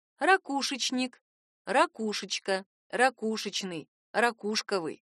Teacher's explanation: во всех производных словах ударение падает именно на «у».